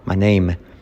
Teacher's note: Al hacerlo rápido, ese my se convierte en ma.